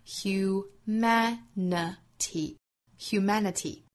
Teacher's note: 最后一个词 humanity,注意重读音节在第二个音节上